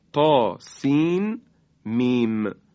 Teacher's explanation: سین مد داره، 6 حرکت، مد لازم هست